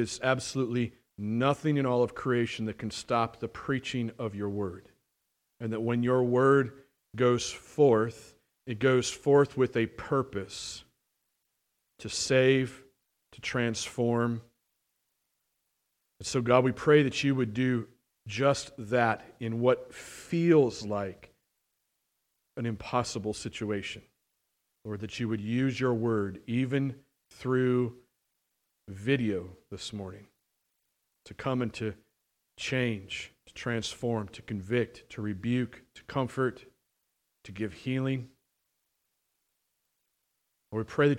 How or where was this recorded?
large echoing room